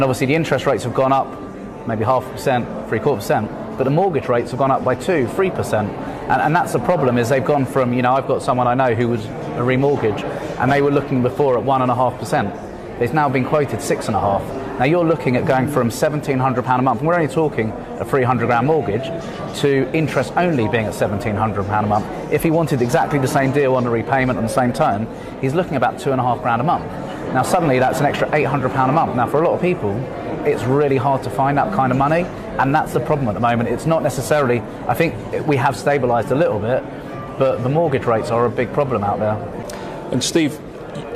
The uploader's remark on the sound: talk to a range of property professionals at the Asian Jewish Business Network Conference at the QEII Centre in London